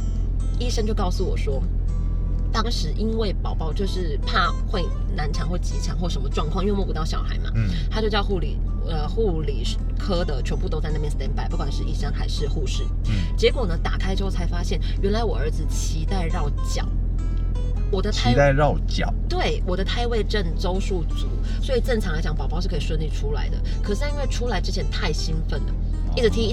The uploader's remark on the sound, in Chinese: 這集部分是在車子裡面錄音，抱歉了爛音質